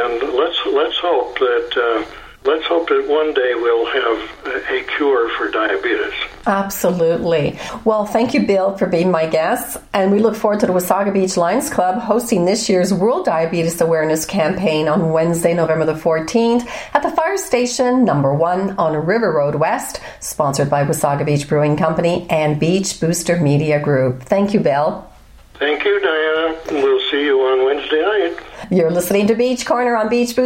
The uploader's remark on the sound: WASAGA BEACH. Via phone.